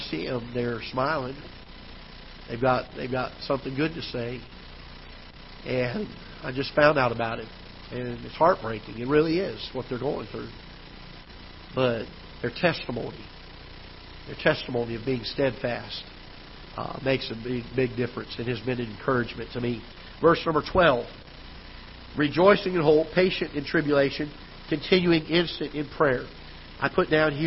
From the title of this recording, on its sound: Ketha Heights Baptist Church ~ Live Broadcast